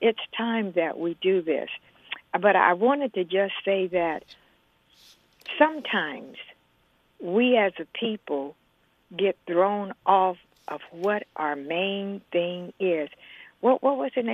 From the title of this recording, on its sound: Open Phones